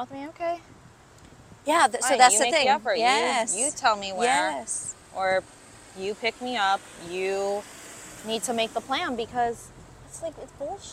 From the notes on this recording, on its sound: Walking the streets of LA